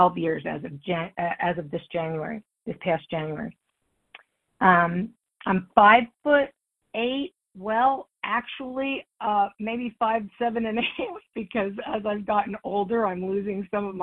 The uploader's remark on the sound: Qualification from the 100 Pounders Phone Meeting.